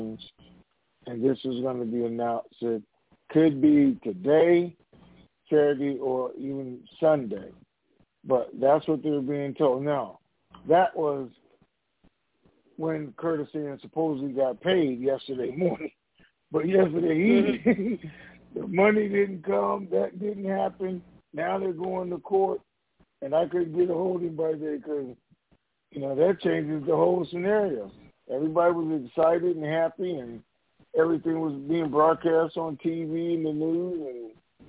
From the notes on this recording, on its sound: TNTSuperfantastic Conference Call - Friday, July 2, 2021